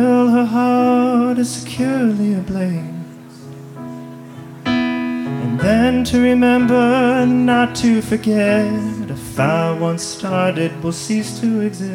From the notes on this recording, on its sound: Recorded live at Late at the Lake, at Mozart's Coffee Roasters in Austin, Texas on Tuesdays, November 1st and November 8th.